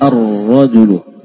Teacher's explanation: lamnya dileburkan, Ar-Rajulu, tidak terbaca. ya, lamnya tidak terbaca.